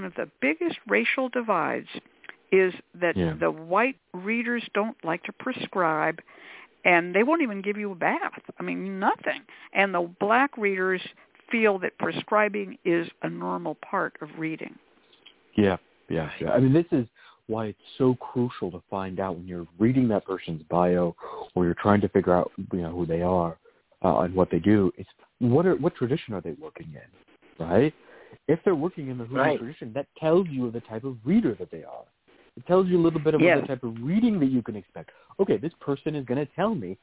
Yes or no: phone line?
yes